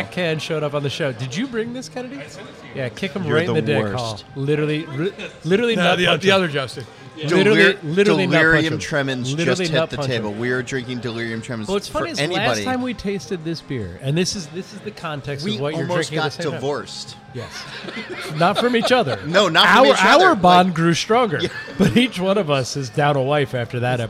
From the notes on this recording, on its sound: We’re hitting this road this week for the first of four Philly shows recorded last week at Human Robot’s new spot along the Schuykill River.